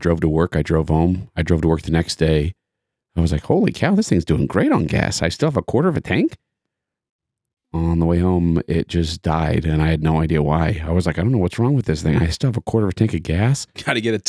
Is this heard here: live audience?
no